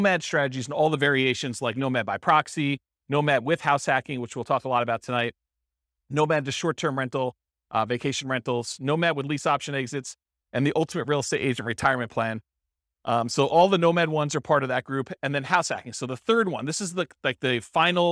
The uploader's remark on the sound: This was a live class recorded